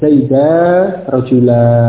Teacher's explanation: Tanwin bunyi nun sukun diganti dengan alifnya. · Term: waqaf